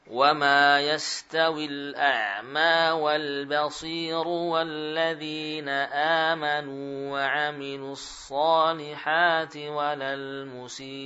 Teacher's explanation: ada nabar, ada hentakan suara saat kita mengakhiri bacaan pada hamzah sukun setelah mad